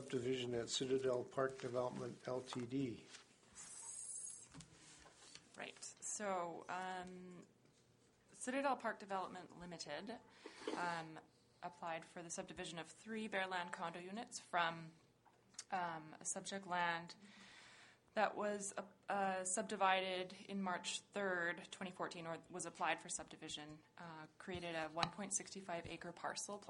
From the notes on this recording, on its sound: Audio recording of the September 2, 2014 Regular Meeting of Peace River's Town Council.